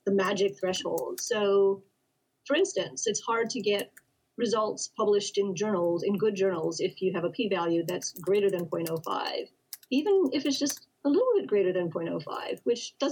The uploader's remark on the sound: We Apologize for Technical Difficulties